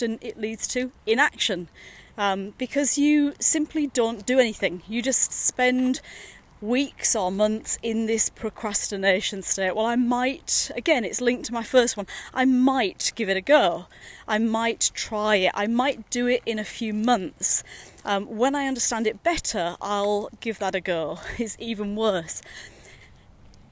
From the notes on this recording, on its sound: Series of short podcasts recorded during daily walks.